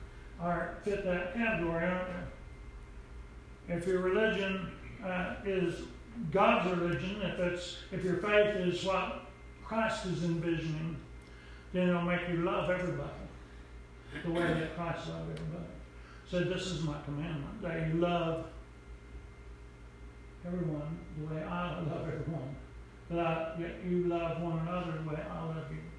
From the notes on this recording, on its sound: Preached at Briensburg UMC